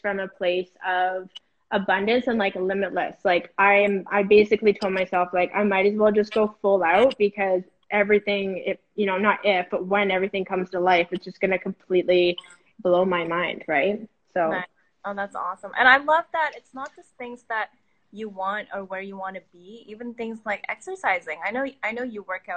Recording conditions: video call